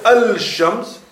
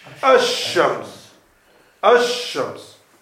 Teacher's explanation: But if the beginning of the word has a letter which belongs to the letters which are called the letters of sun, then the lam will not be pronounced, meaning the lam will disappear into the sheen · Shown in: second take · And there will be idgham.